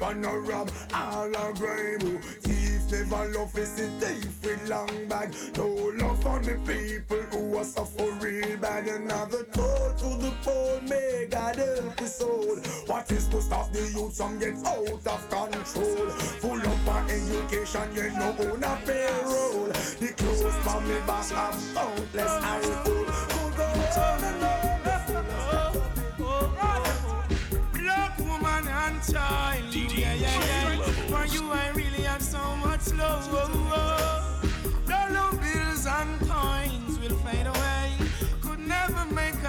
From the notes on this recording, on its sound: Live At Dancehall Brunch in Huckster in Paddington Saturday Afternoon